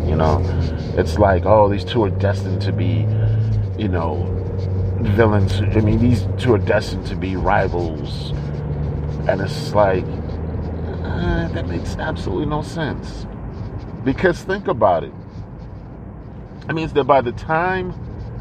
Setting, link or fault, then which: fault, background noise